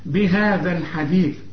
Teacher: طلع لسانك في الذال وطلع لسانك في الثاء